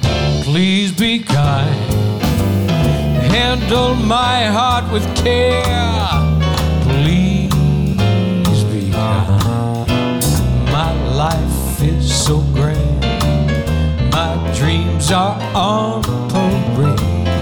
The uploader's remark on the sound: Live at the South Point Casino.